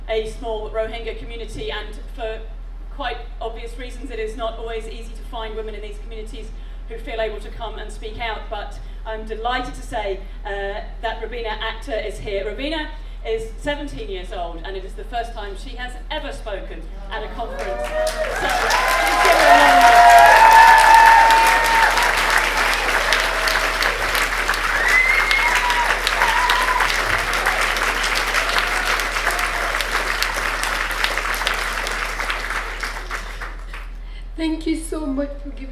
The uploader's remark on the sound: Recording from the Sunday Closing Session of the FiLiA 2019 Conference. Recording from the Sunday Closing Session of the FiLiA 2019 Conference.